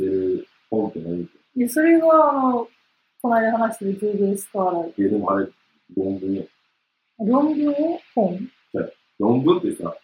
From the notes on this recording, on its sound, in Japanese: 音声が悪くてすみません。